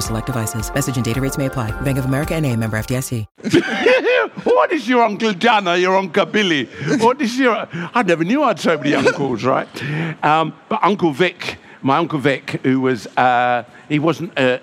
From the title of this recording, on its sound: recorded at the BBC Good Food Show